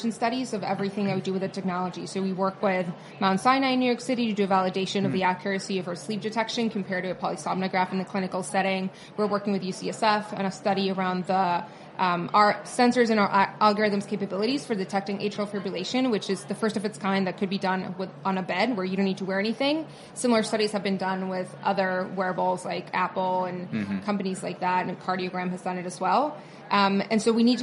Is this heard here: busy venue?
yes